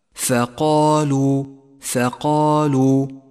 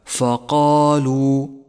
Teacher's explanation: المثال التالي اقرأ كلمة ثقالوا ثقالوا، وانتقل ببراعة بين التفخيم والترقيق، فالفاء في هذه الكلمة مرققة، والقاف مفخمة، والألف مفخمة، واللام مرققة · Shown in: first take